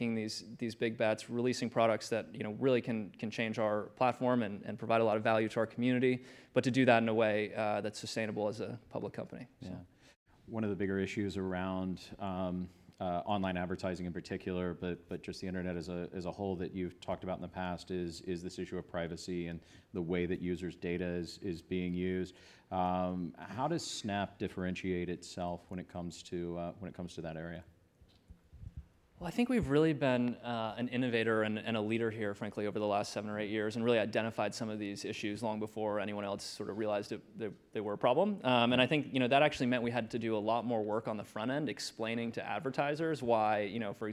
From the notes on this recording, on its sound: This episode was recorded at the 2019 Goldman Sachs Research Communcacopia Conference.